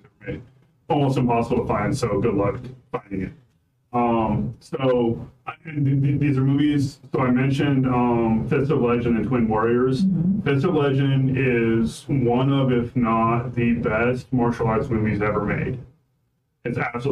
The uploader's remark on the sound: The audio in these first few episodes are pretty bad.